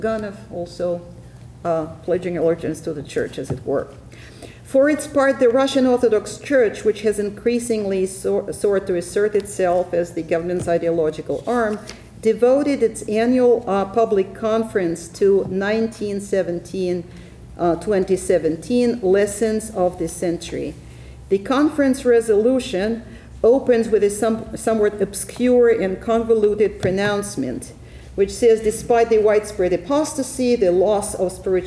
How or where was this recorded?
large echoing room